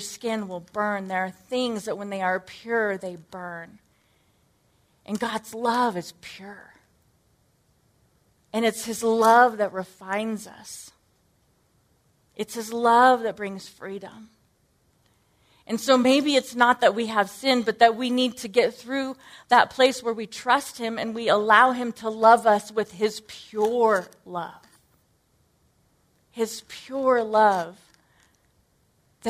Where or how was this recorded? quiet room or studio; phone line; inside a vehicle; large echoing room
large echoing room